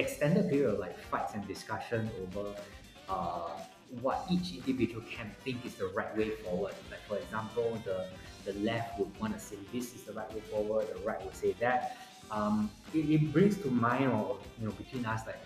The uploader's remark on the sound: Apologies for the poor audio quality!